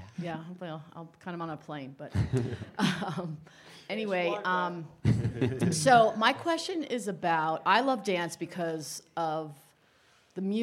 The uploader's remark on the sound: LIVE from the Vail Dance Festival. Join this live recording of the ‘ Conversations On Dance ’ podcast. This episode was recorded live on August 6th, 2023 at the Manor Vail Lodge.